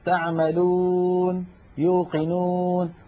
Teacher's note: ضم بسيط جدا، هذا الضم ضم ناقص